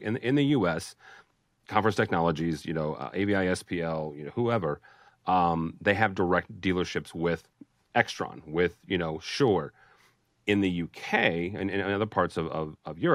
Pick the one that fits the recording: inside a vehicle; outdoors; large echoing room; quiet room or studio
quiet room or studio